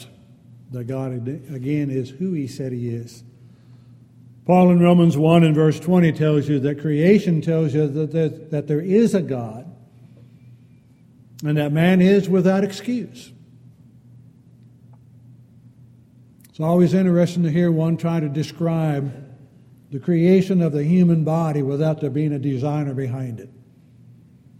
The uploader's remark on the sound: Downtown Church Of Christ Audio Sermon